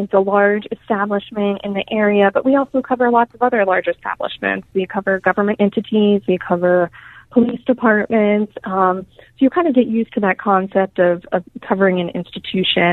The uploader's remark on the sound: go to the phones